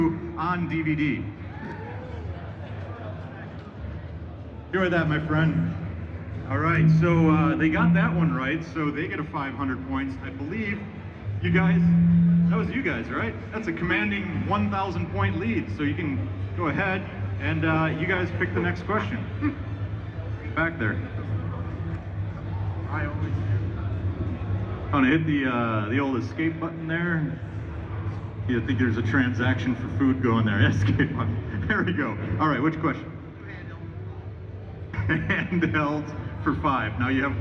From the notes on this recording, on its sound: Live from Midwest Gaming Classic 2022 it's the Midwest Game Show Classic!